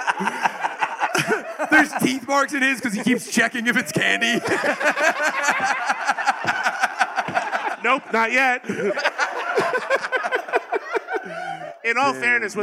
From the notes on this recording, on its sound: LIVE from Skankfest Vegas 2023.